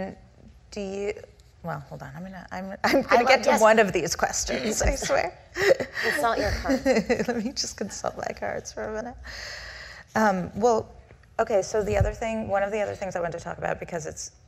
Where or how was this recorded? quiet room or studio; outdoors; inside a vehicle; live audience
live audience